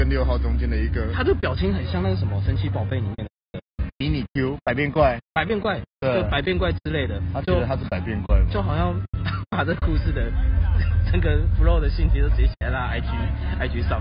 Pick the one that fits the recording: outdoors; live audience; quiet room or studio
outdoors